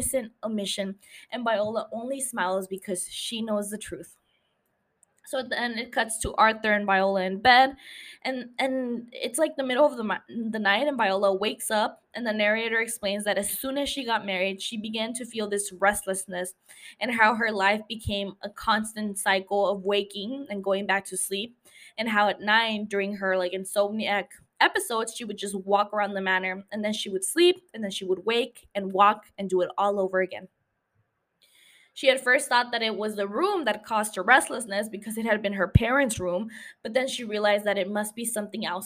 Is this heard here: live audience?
no